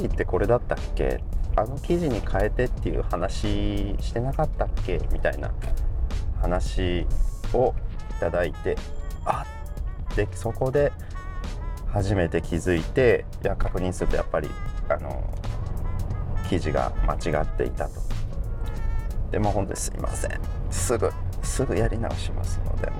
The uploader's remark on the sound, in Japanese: 今回は気分を変えて外で収録をしています。